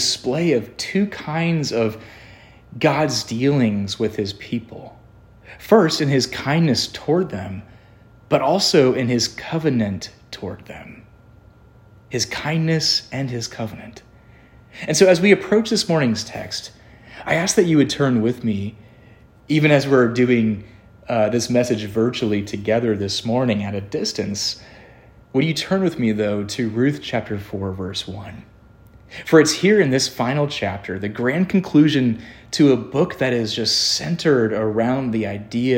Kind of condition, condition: setting, large echoing room